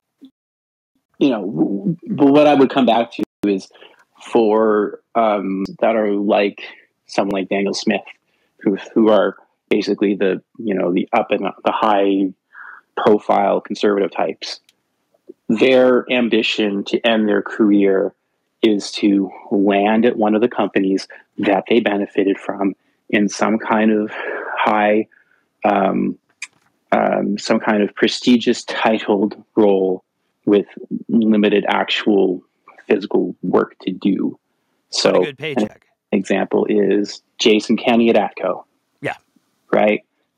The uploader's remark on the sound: Here's the call in section from our Dec 3rd, 2023 Alberta Politics Roundup